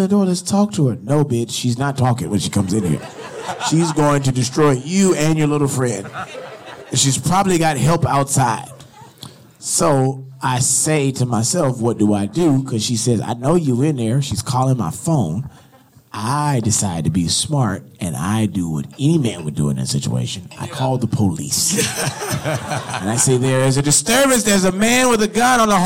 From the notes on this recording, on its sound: (LIVE). The fellas answered questions live from the audience.